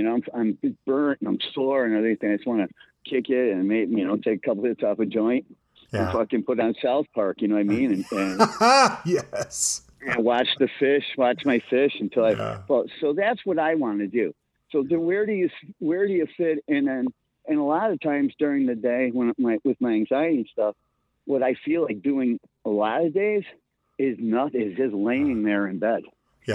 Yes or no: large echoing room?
no